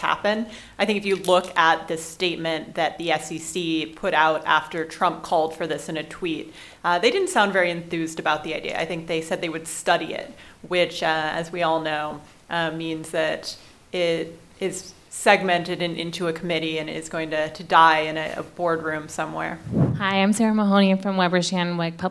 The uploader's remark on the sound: Live from Boston! A special live episode from the BioPharm America conference in Boston.